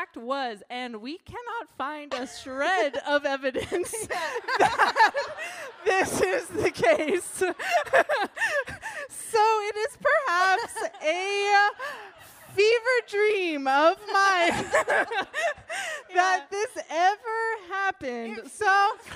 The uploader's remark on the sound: Recorded Live at BRIC House.